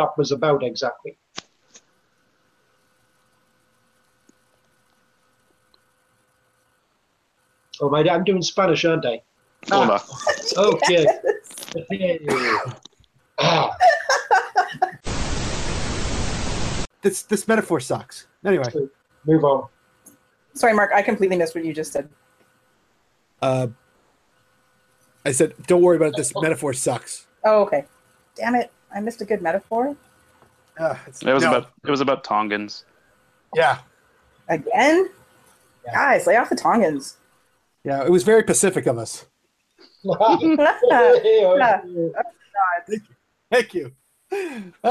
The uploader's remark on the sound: The gang is all here but separately as they record from their personal abodes.